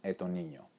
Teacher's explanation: no pronuncian la S ni al final de una sílaba ni al final de una frase